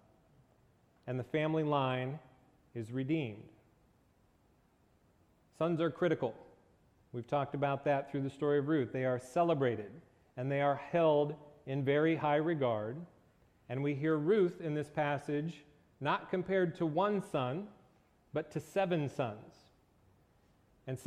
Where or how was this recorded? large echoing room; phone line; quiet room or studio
large echoing room